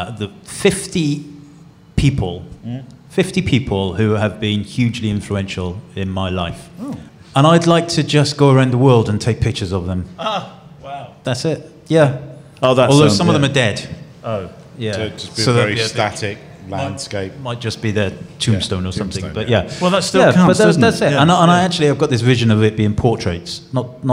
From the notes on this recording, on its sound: We're BACK ON THE ROAD at Fujifilm's House of Photography in London's Covent Garden with a live studio audience.